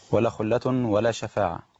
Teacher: فالمفروض ان حرف الشين بيبقى حرف تفشي بيملى الفم. احسنت، صفه التفشي لابد من بيانها، والا هينقلب الحرف الى الحرف اللي جنبيه، وده اللي بيخليهم يقلبوه الى جيم.